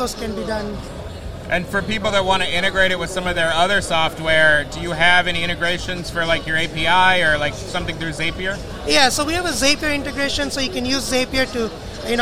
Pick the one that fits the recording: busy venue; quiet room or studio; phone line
busy venue